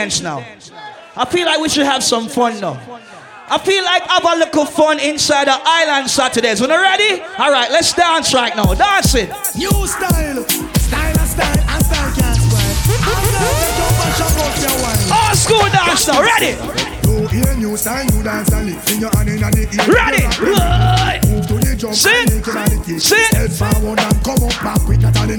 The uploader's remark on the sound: Live audio recording from July 29th at Island Saturdays.